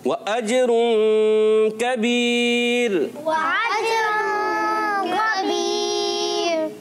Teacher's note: काफ को बारीक रखना है और हमजा ऐन नहीं अदा करना, ऐन नहीं।